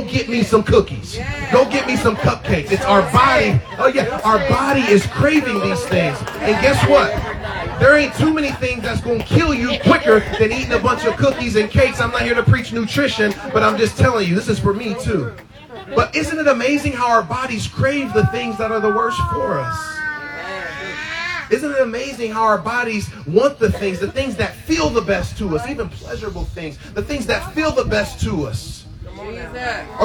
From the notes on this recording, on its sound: Freedom Outside Service